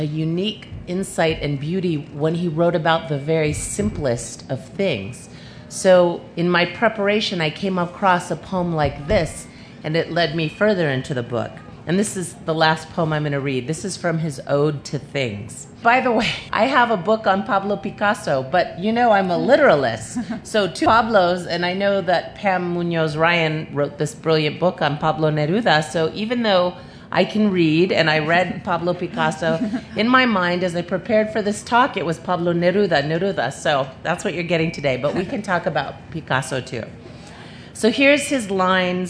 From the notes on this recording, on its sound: a panel from the Pima County Public Library Nuestras Raices Pavillion at the 2015